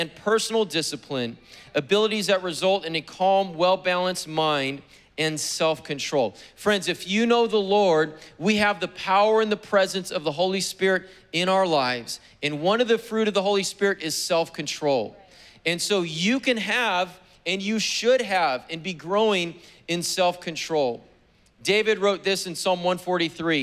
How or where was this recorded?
large echoing room